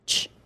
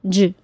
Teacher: The only difference between the CH sound and J sound is voicing. The CH sound is unvoiced, and the J sound is voiced.